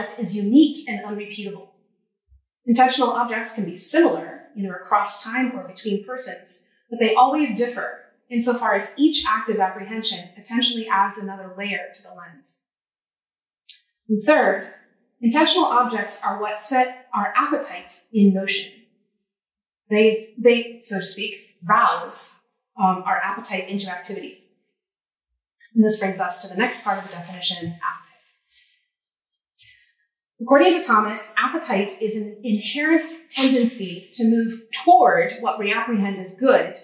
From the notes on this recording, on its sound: This lecture was given on April 26, 2023 at the University of Arizona.